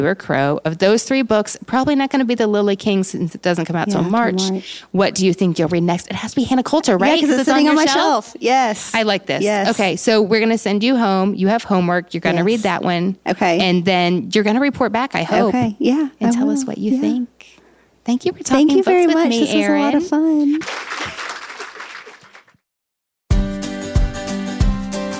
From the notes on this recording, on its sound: Event in Huntsville, Alabama in collaboration with Snail On the Wall and the Rocket City Moms Book Club. A reader from the event audience. We hope you enjoy hearing what WSIRN is like — live and off the cuff.